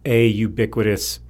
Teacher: ubiquitous begins with a U, but actually begins with a y, which is more of a consonant sound